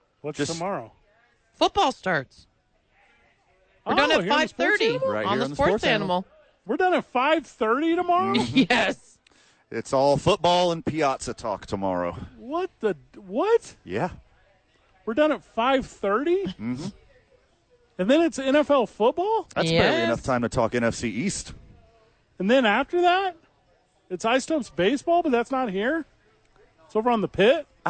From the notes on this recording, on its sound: live from ABQ AXE